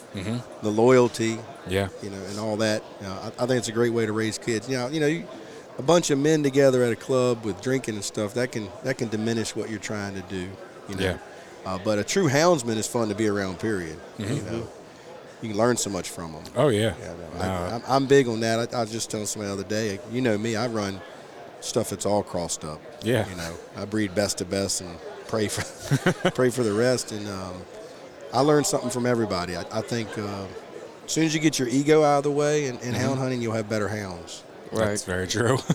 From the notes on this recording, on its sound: Once again I caught up with them at the Great American Outdoor Show to record this episode.